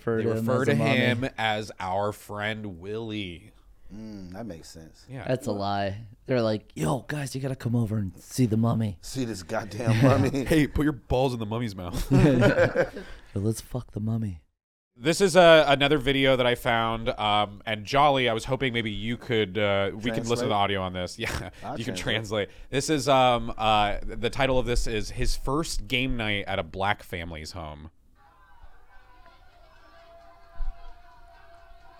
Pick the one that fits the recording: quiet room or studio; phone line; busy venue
busy venue